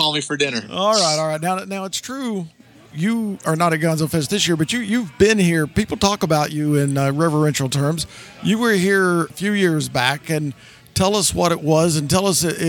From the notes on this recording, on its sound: LIVE AT GONZOFEST. Since GonzoFest is at least part swap-meet.